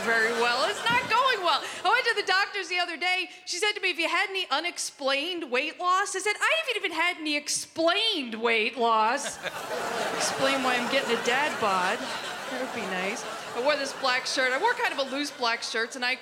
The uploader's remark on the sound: Live at the South Point Casino